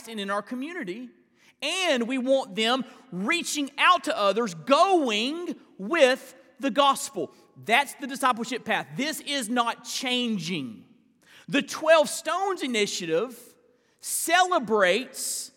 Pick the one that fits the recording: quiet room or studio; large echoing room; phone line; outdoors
large echoing room